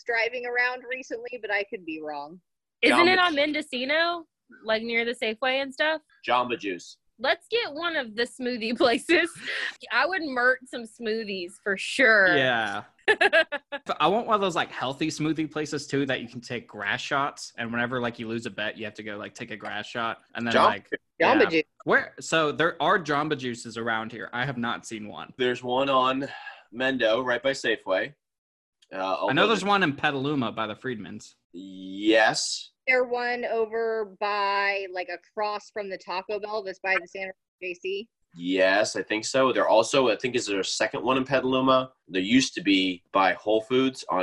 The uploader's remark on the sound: we are back in action via ZOOM.